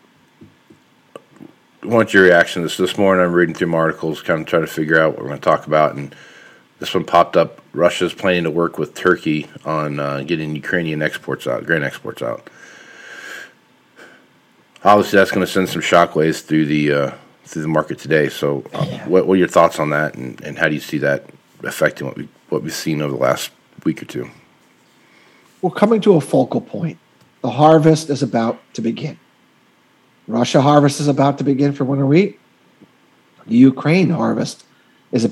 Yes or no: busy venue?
no